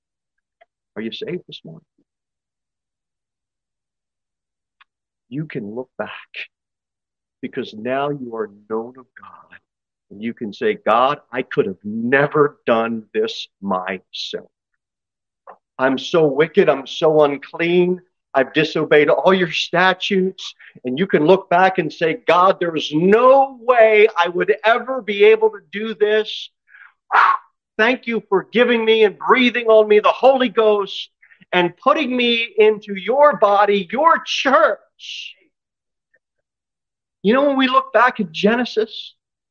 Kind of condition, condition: setting, large echoing room